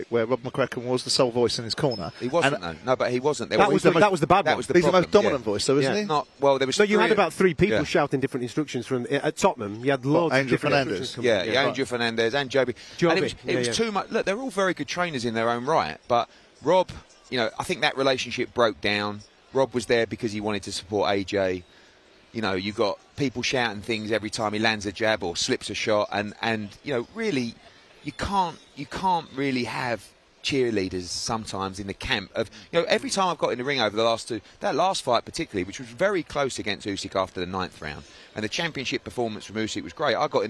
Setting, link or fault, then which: setting, busy venue